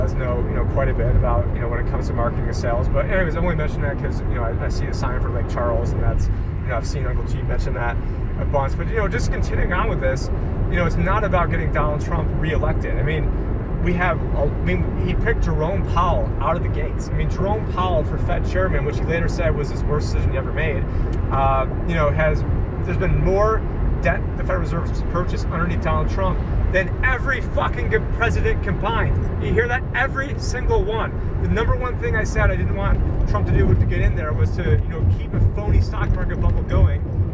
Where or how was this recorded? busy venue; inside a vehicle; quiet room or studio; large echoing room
inside a vehicle